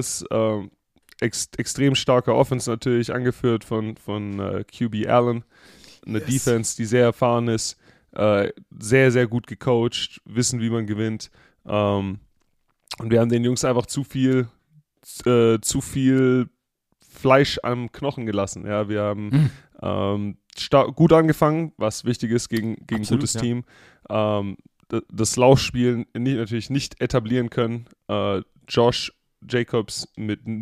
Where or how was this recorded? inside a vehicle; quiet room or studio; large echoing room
quiet room or studio